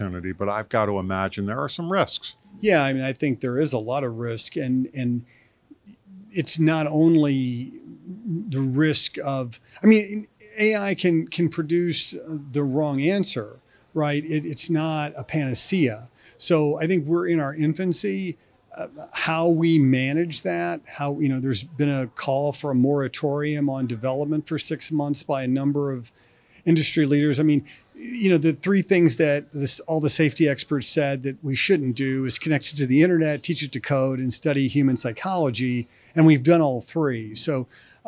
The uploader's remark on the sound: spoke with AM Best TV at the 2023 IASA Insurance Conference in Minneapolis